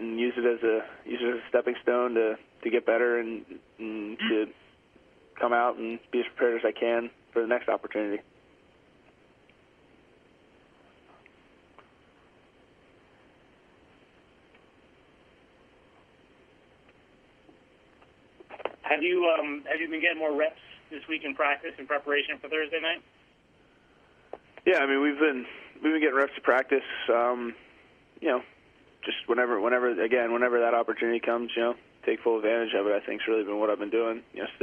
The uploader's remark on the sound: Conference Call. Addresses the Media.